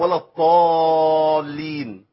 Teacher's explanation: عنده الضاد طاء، يقول لك ولا الطالين